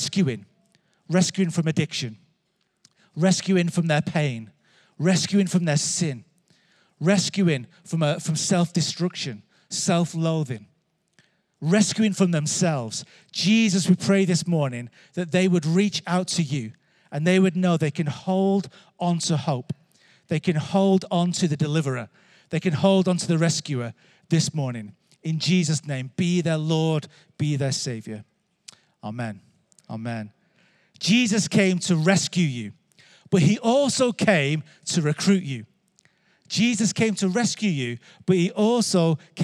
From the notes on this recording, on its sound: Recorded Live at Life Church Lancashire - Sunday 23th April 2023